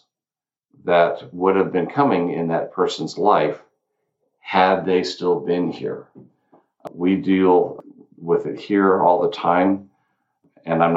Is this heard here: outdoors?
no